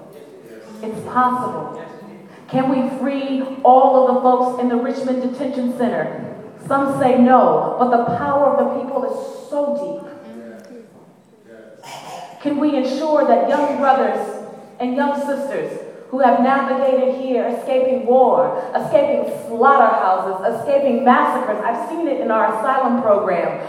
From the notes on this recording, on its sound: BAJI 5 Year Awards Dinner - Keynote Address. The program also featured live music.